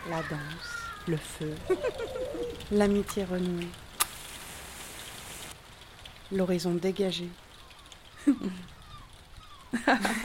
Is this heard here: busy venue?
no